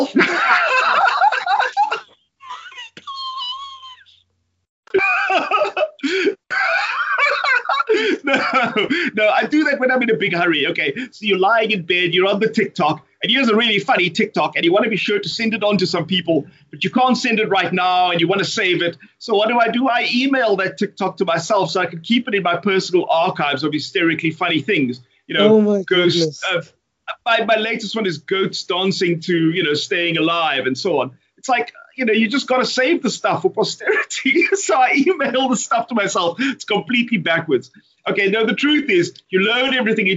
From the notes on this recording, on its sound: Hardware woes slow down South Africa's most accessible consumer technology podcast this week, but that's what you get for live testing new devices... Apologies for the poor audio quality. Recorded via Skype.